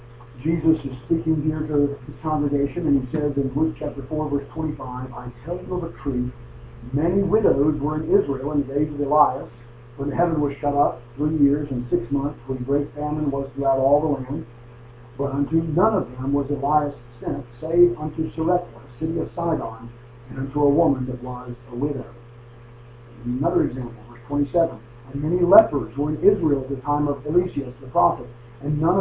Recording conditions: poor sound quality